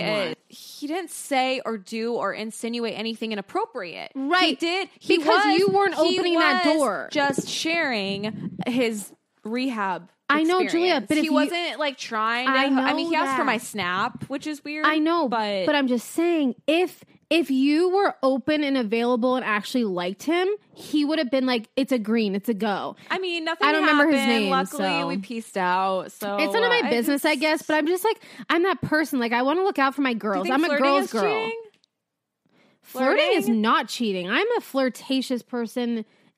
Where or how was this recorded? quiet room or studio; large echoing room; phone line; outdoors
quiet room or studio